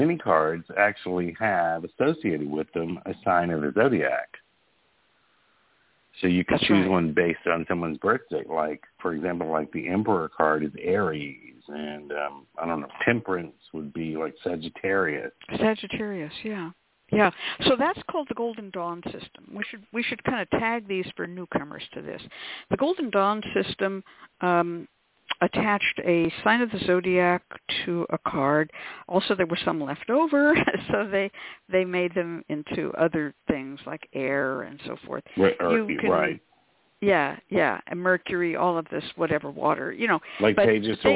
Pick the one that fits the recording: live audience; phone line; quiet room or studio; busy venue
phone line